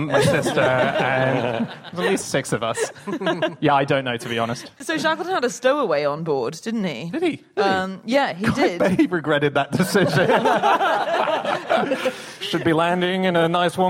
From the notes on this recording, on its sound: Live from The Junction in Cambridge